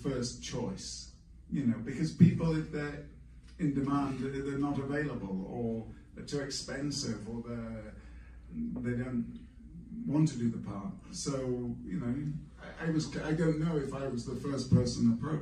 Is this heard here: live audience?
yes